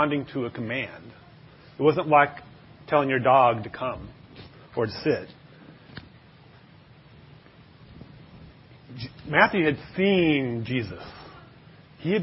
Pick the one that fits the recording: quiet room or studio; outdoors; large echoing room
large echoing room